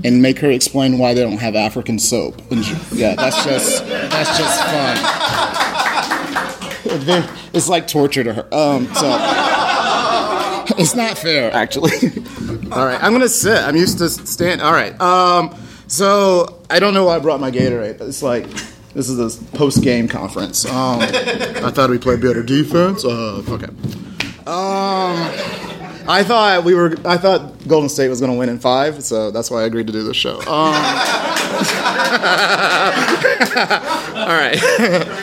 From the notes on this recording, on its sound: When it comes to cool stuff happening in Chicago podcast, Postloudness is high on our list, so we were really jazzed to collaborate with them for an evening of live storytelling.